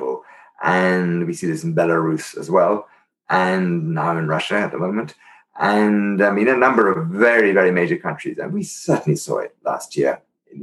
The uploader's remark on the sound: Interview recorded via Zoom